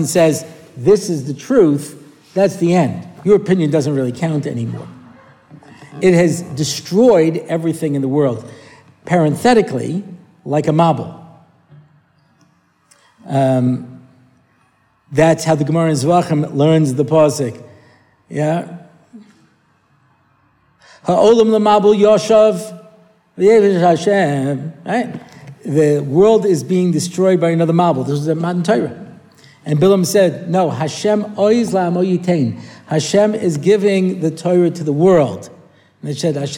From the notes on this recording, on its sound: A new parasha shiur, recorded at the Motzei Shabbos Har Nof shiur.